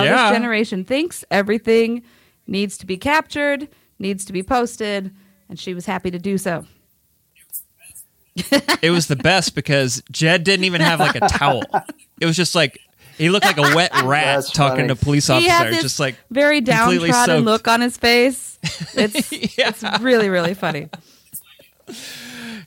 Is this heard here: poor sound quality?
no